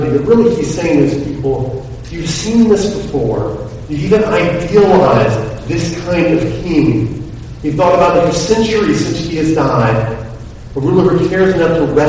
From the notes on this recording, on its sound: The audio for this particular message is below average.